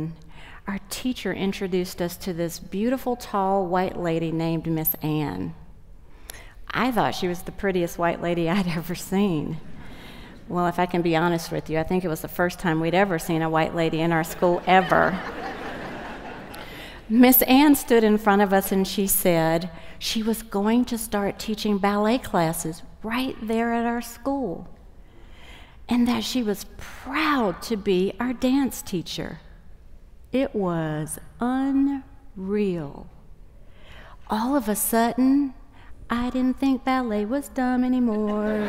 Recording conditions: live audience